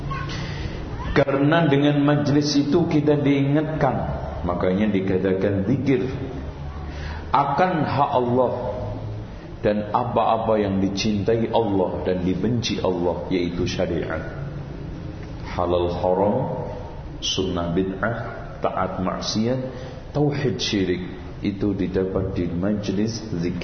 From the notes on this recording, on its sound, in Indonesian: yang diselenggarakan di Masjid Raya Cipaganti, Bandung pada tgl 14-15 April 2012